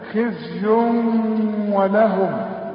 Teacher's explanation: عندي التنوين الضمتين وبعد واو، واو من حروف الادغام، وكأن الواو برضو مشددة. خزي ولهم، وما تنساش الغنة ولهم.